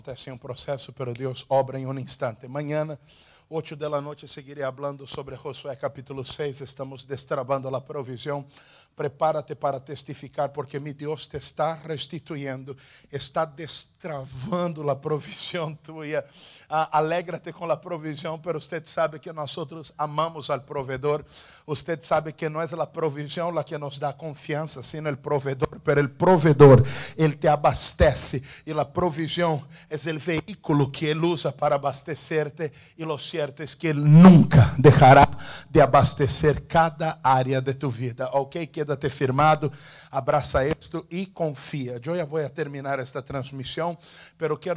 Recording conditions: large echoing room